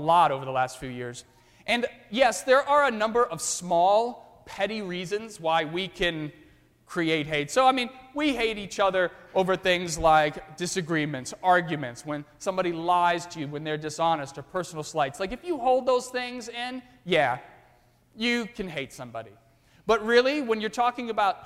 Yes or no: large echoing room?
yes